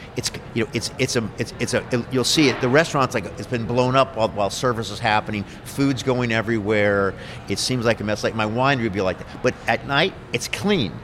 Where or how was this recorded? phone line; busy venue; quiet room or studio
busy venue